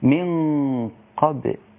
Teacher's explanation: الباء هنا لابد أثناء القلقلة والقلقلة صفة قوة لابد أن تحافظ على ترقيقها فلا تأخذ تفخيم القاف أثناء القلقلة · Term: مقلقلة